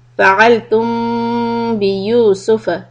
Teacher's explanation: فَعَلْتُمْ بِيُوسُفَ When we have meem sukun followed by letter ba, it's ikhfa shafawi. So we are going to stop on the meem for two harakat.